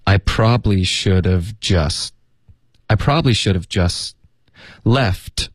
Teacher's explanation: Okay, just 的特我们得省略。I probably should have just left 的特它也省略了。 Left years ago 这两个字要连读。Years ago. Okay, when the offers 这里 the 跟 offers 之间我们会添加一个很轻的一个 year 的音。The